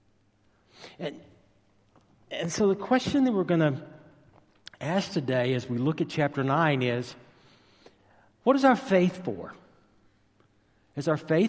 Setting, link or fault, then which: setting, large echoing room